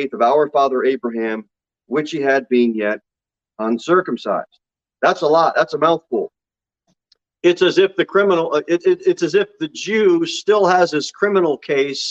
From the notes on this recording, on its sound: Sermon delivered at Pilgrim Baptist Church on Sunday, July 10, 2022 at 11:15 am.